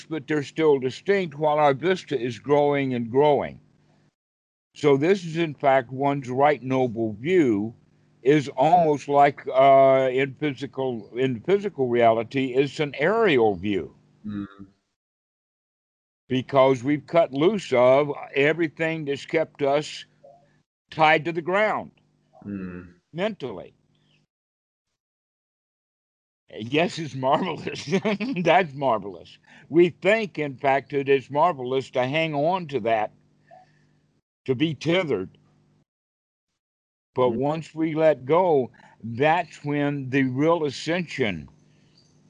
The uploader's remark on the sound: skype calls on this channel